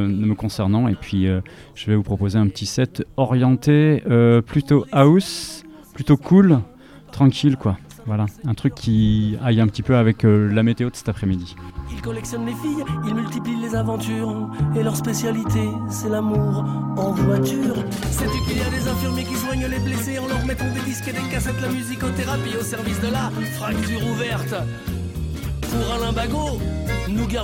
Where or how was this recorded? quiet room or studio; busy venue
busy venue